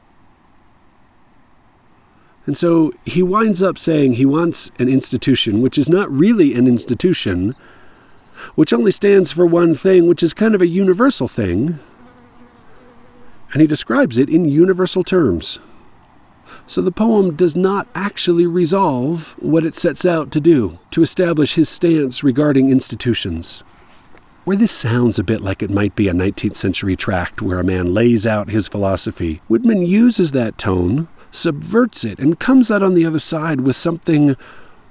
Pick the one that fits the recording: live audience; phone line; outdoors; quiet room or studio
outdoors